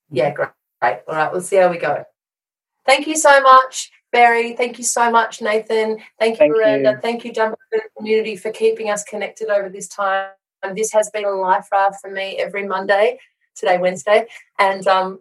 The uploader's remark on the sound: joined us in the Zoom room this week